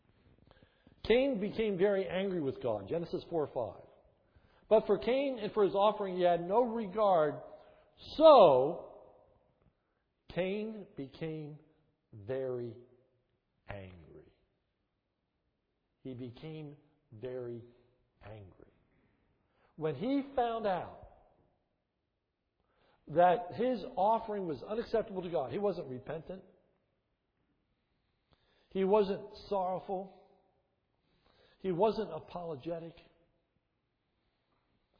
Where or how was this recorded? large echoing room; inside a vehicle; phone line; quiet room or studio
large echoing room